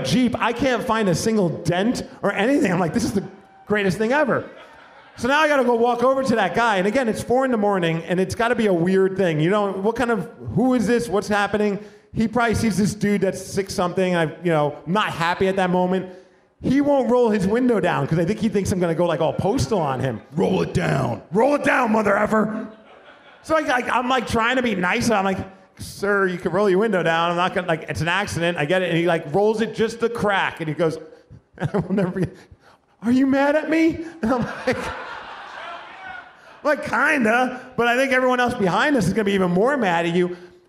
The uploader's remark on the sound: The podcast we did in front of a live audience during Live Day (recorded during the halftime party at Emerald Queen Casino). What happens when two men take a microphone and try and entertain a room full of drunk people.